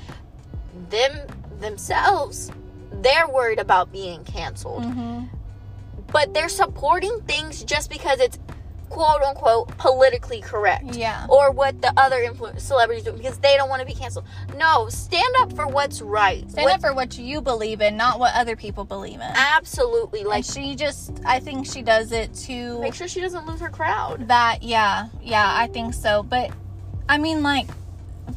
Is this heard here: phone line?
no